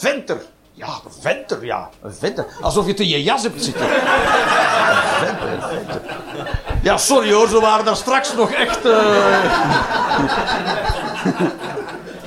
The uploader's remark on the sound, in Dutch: Live 21 Juni 2023, The Joker, Antwerpen.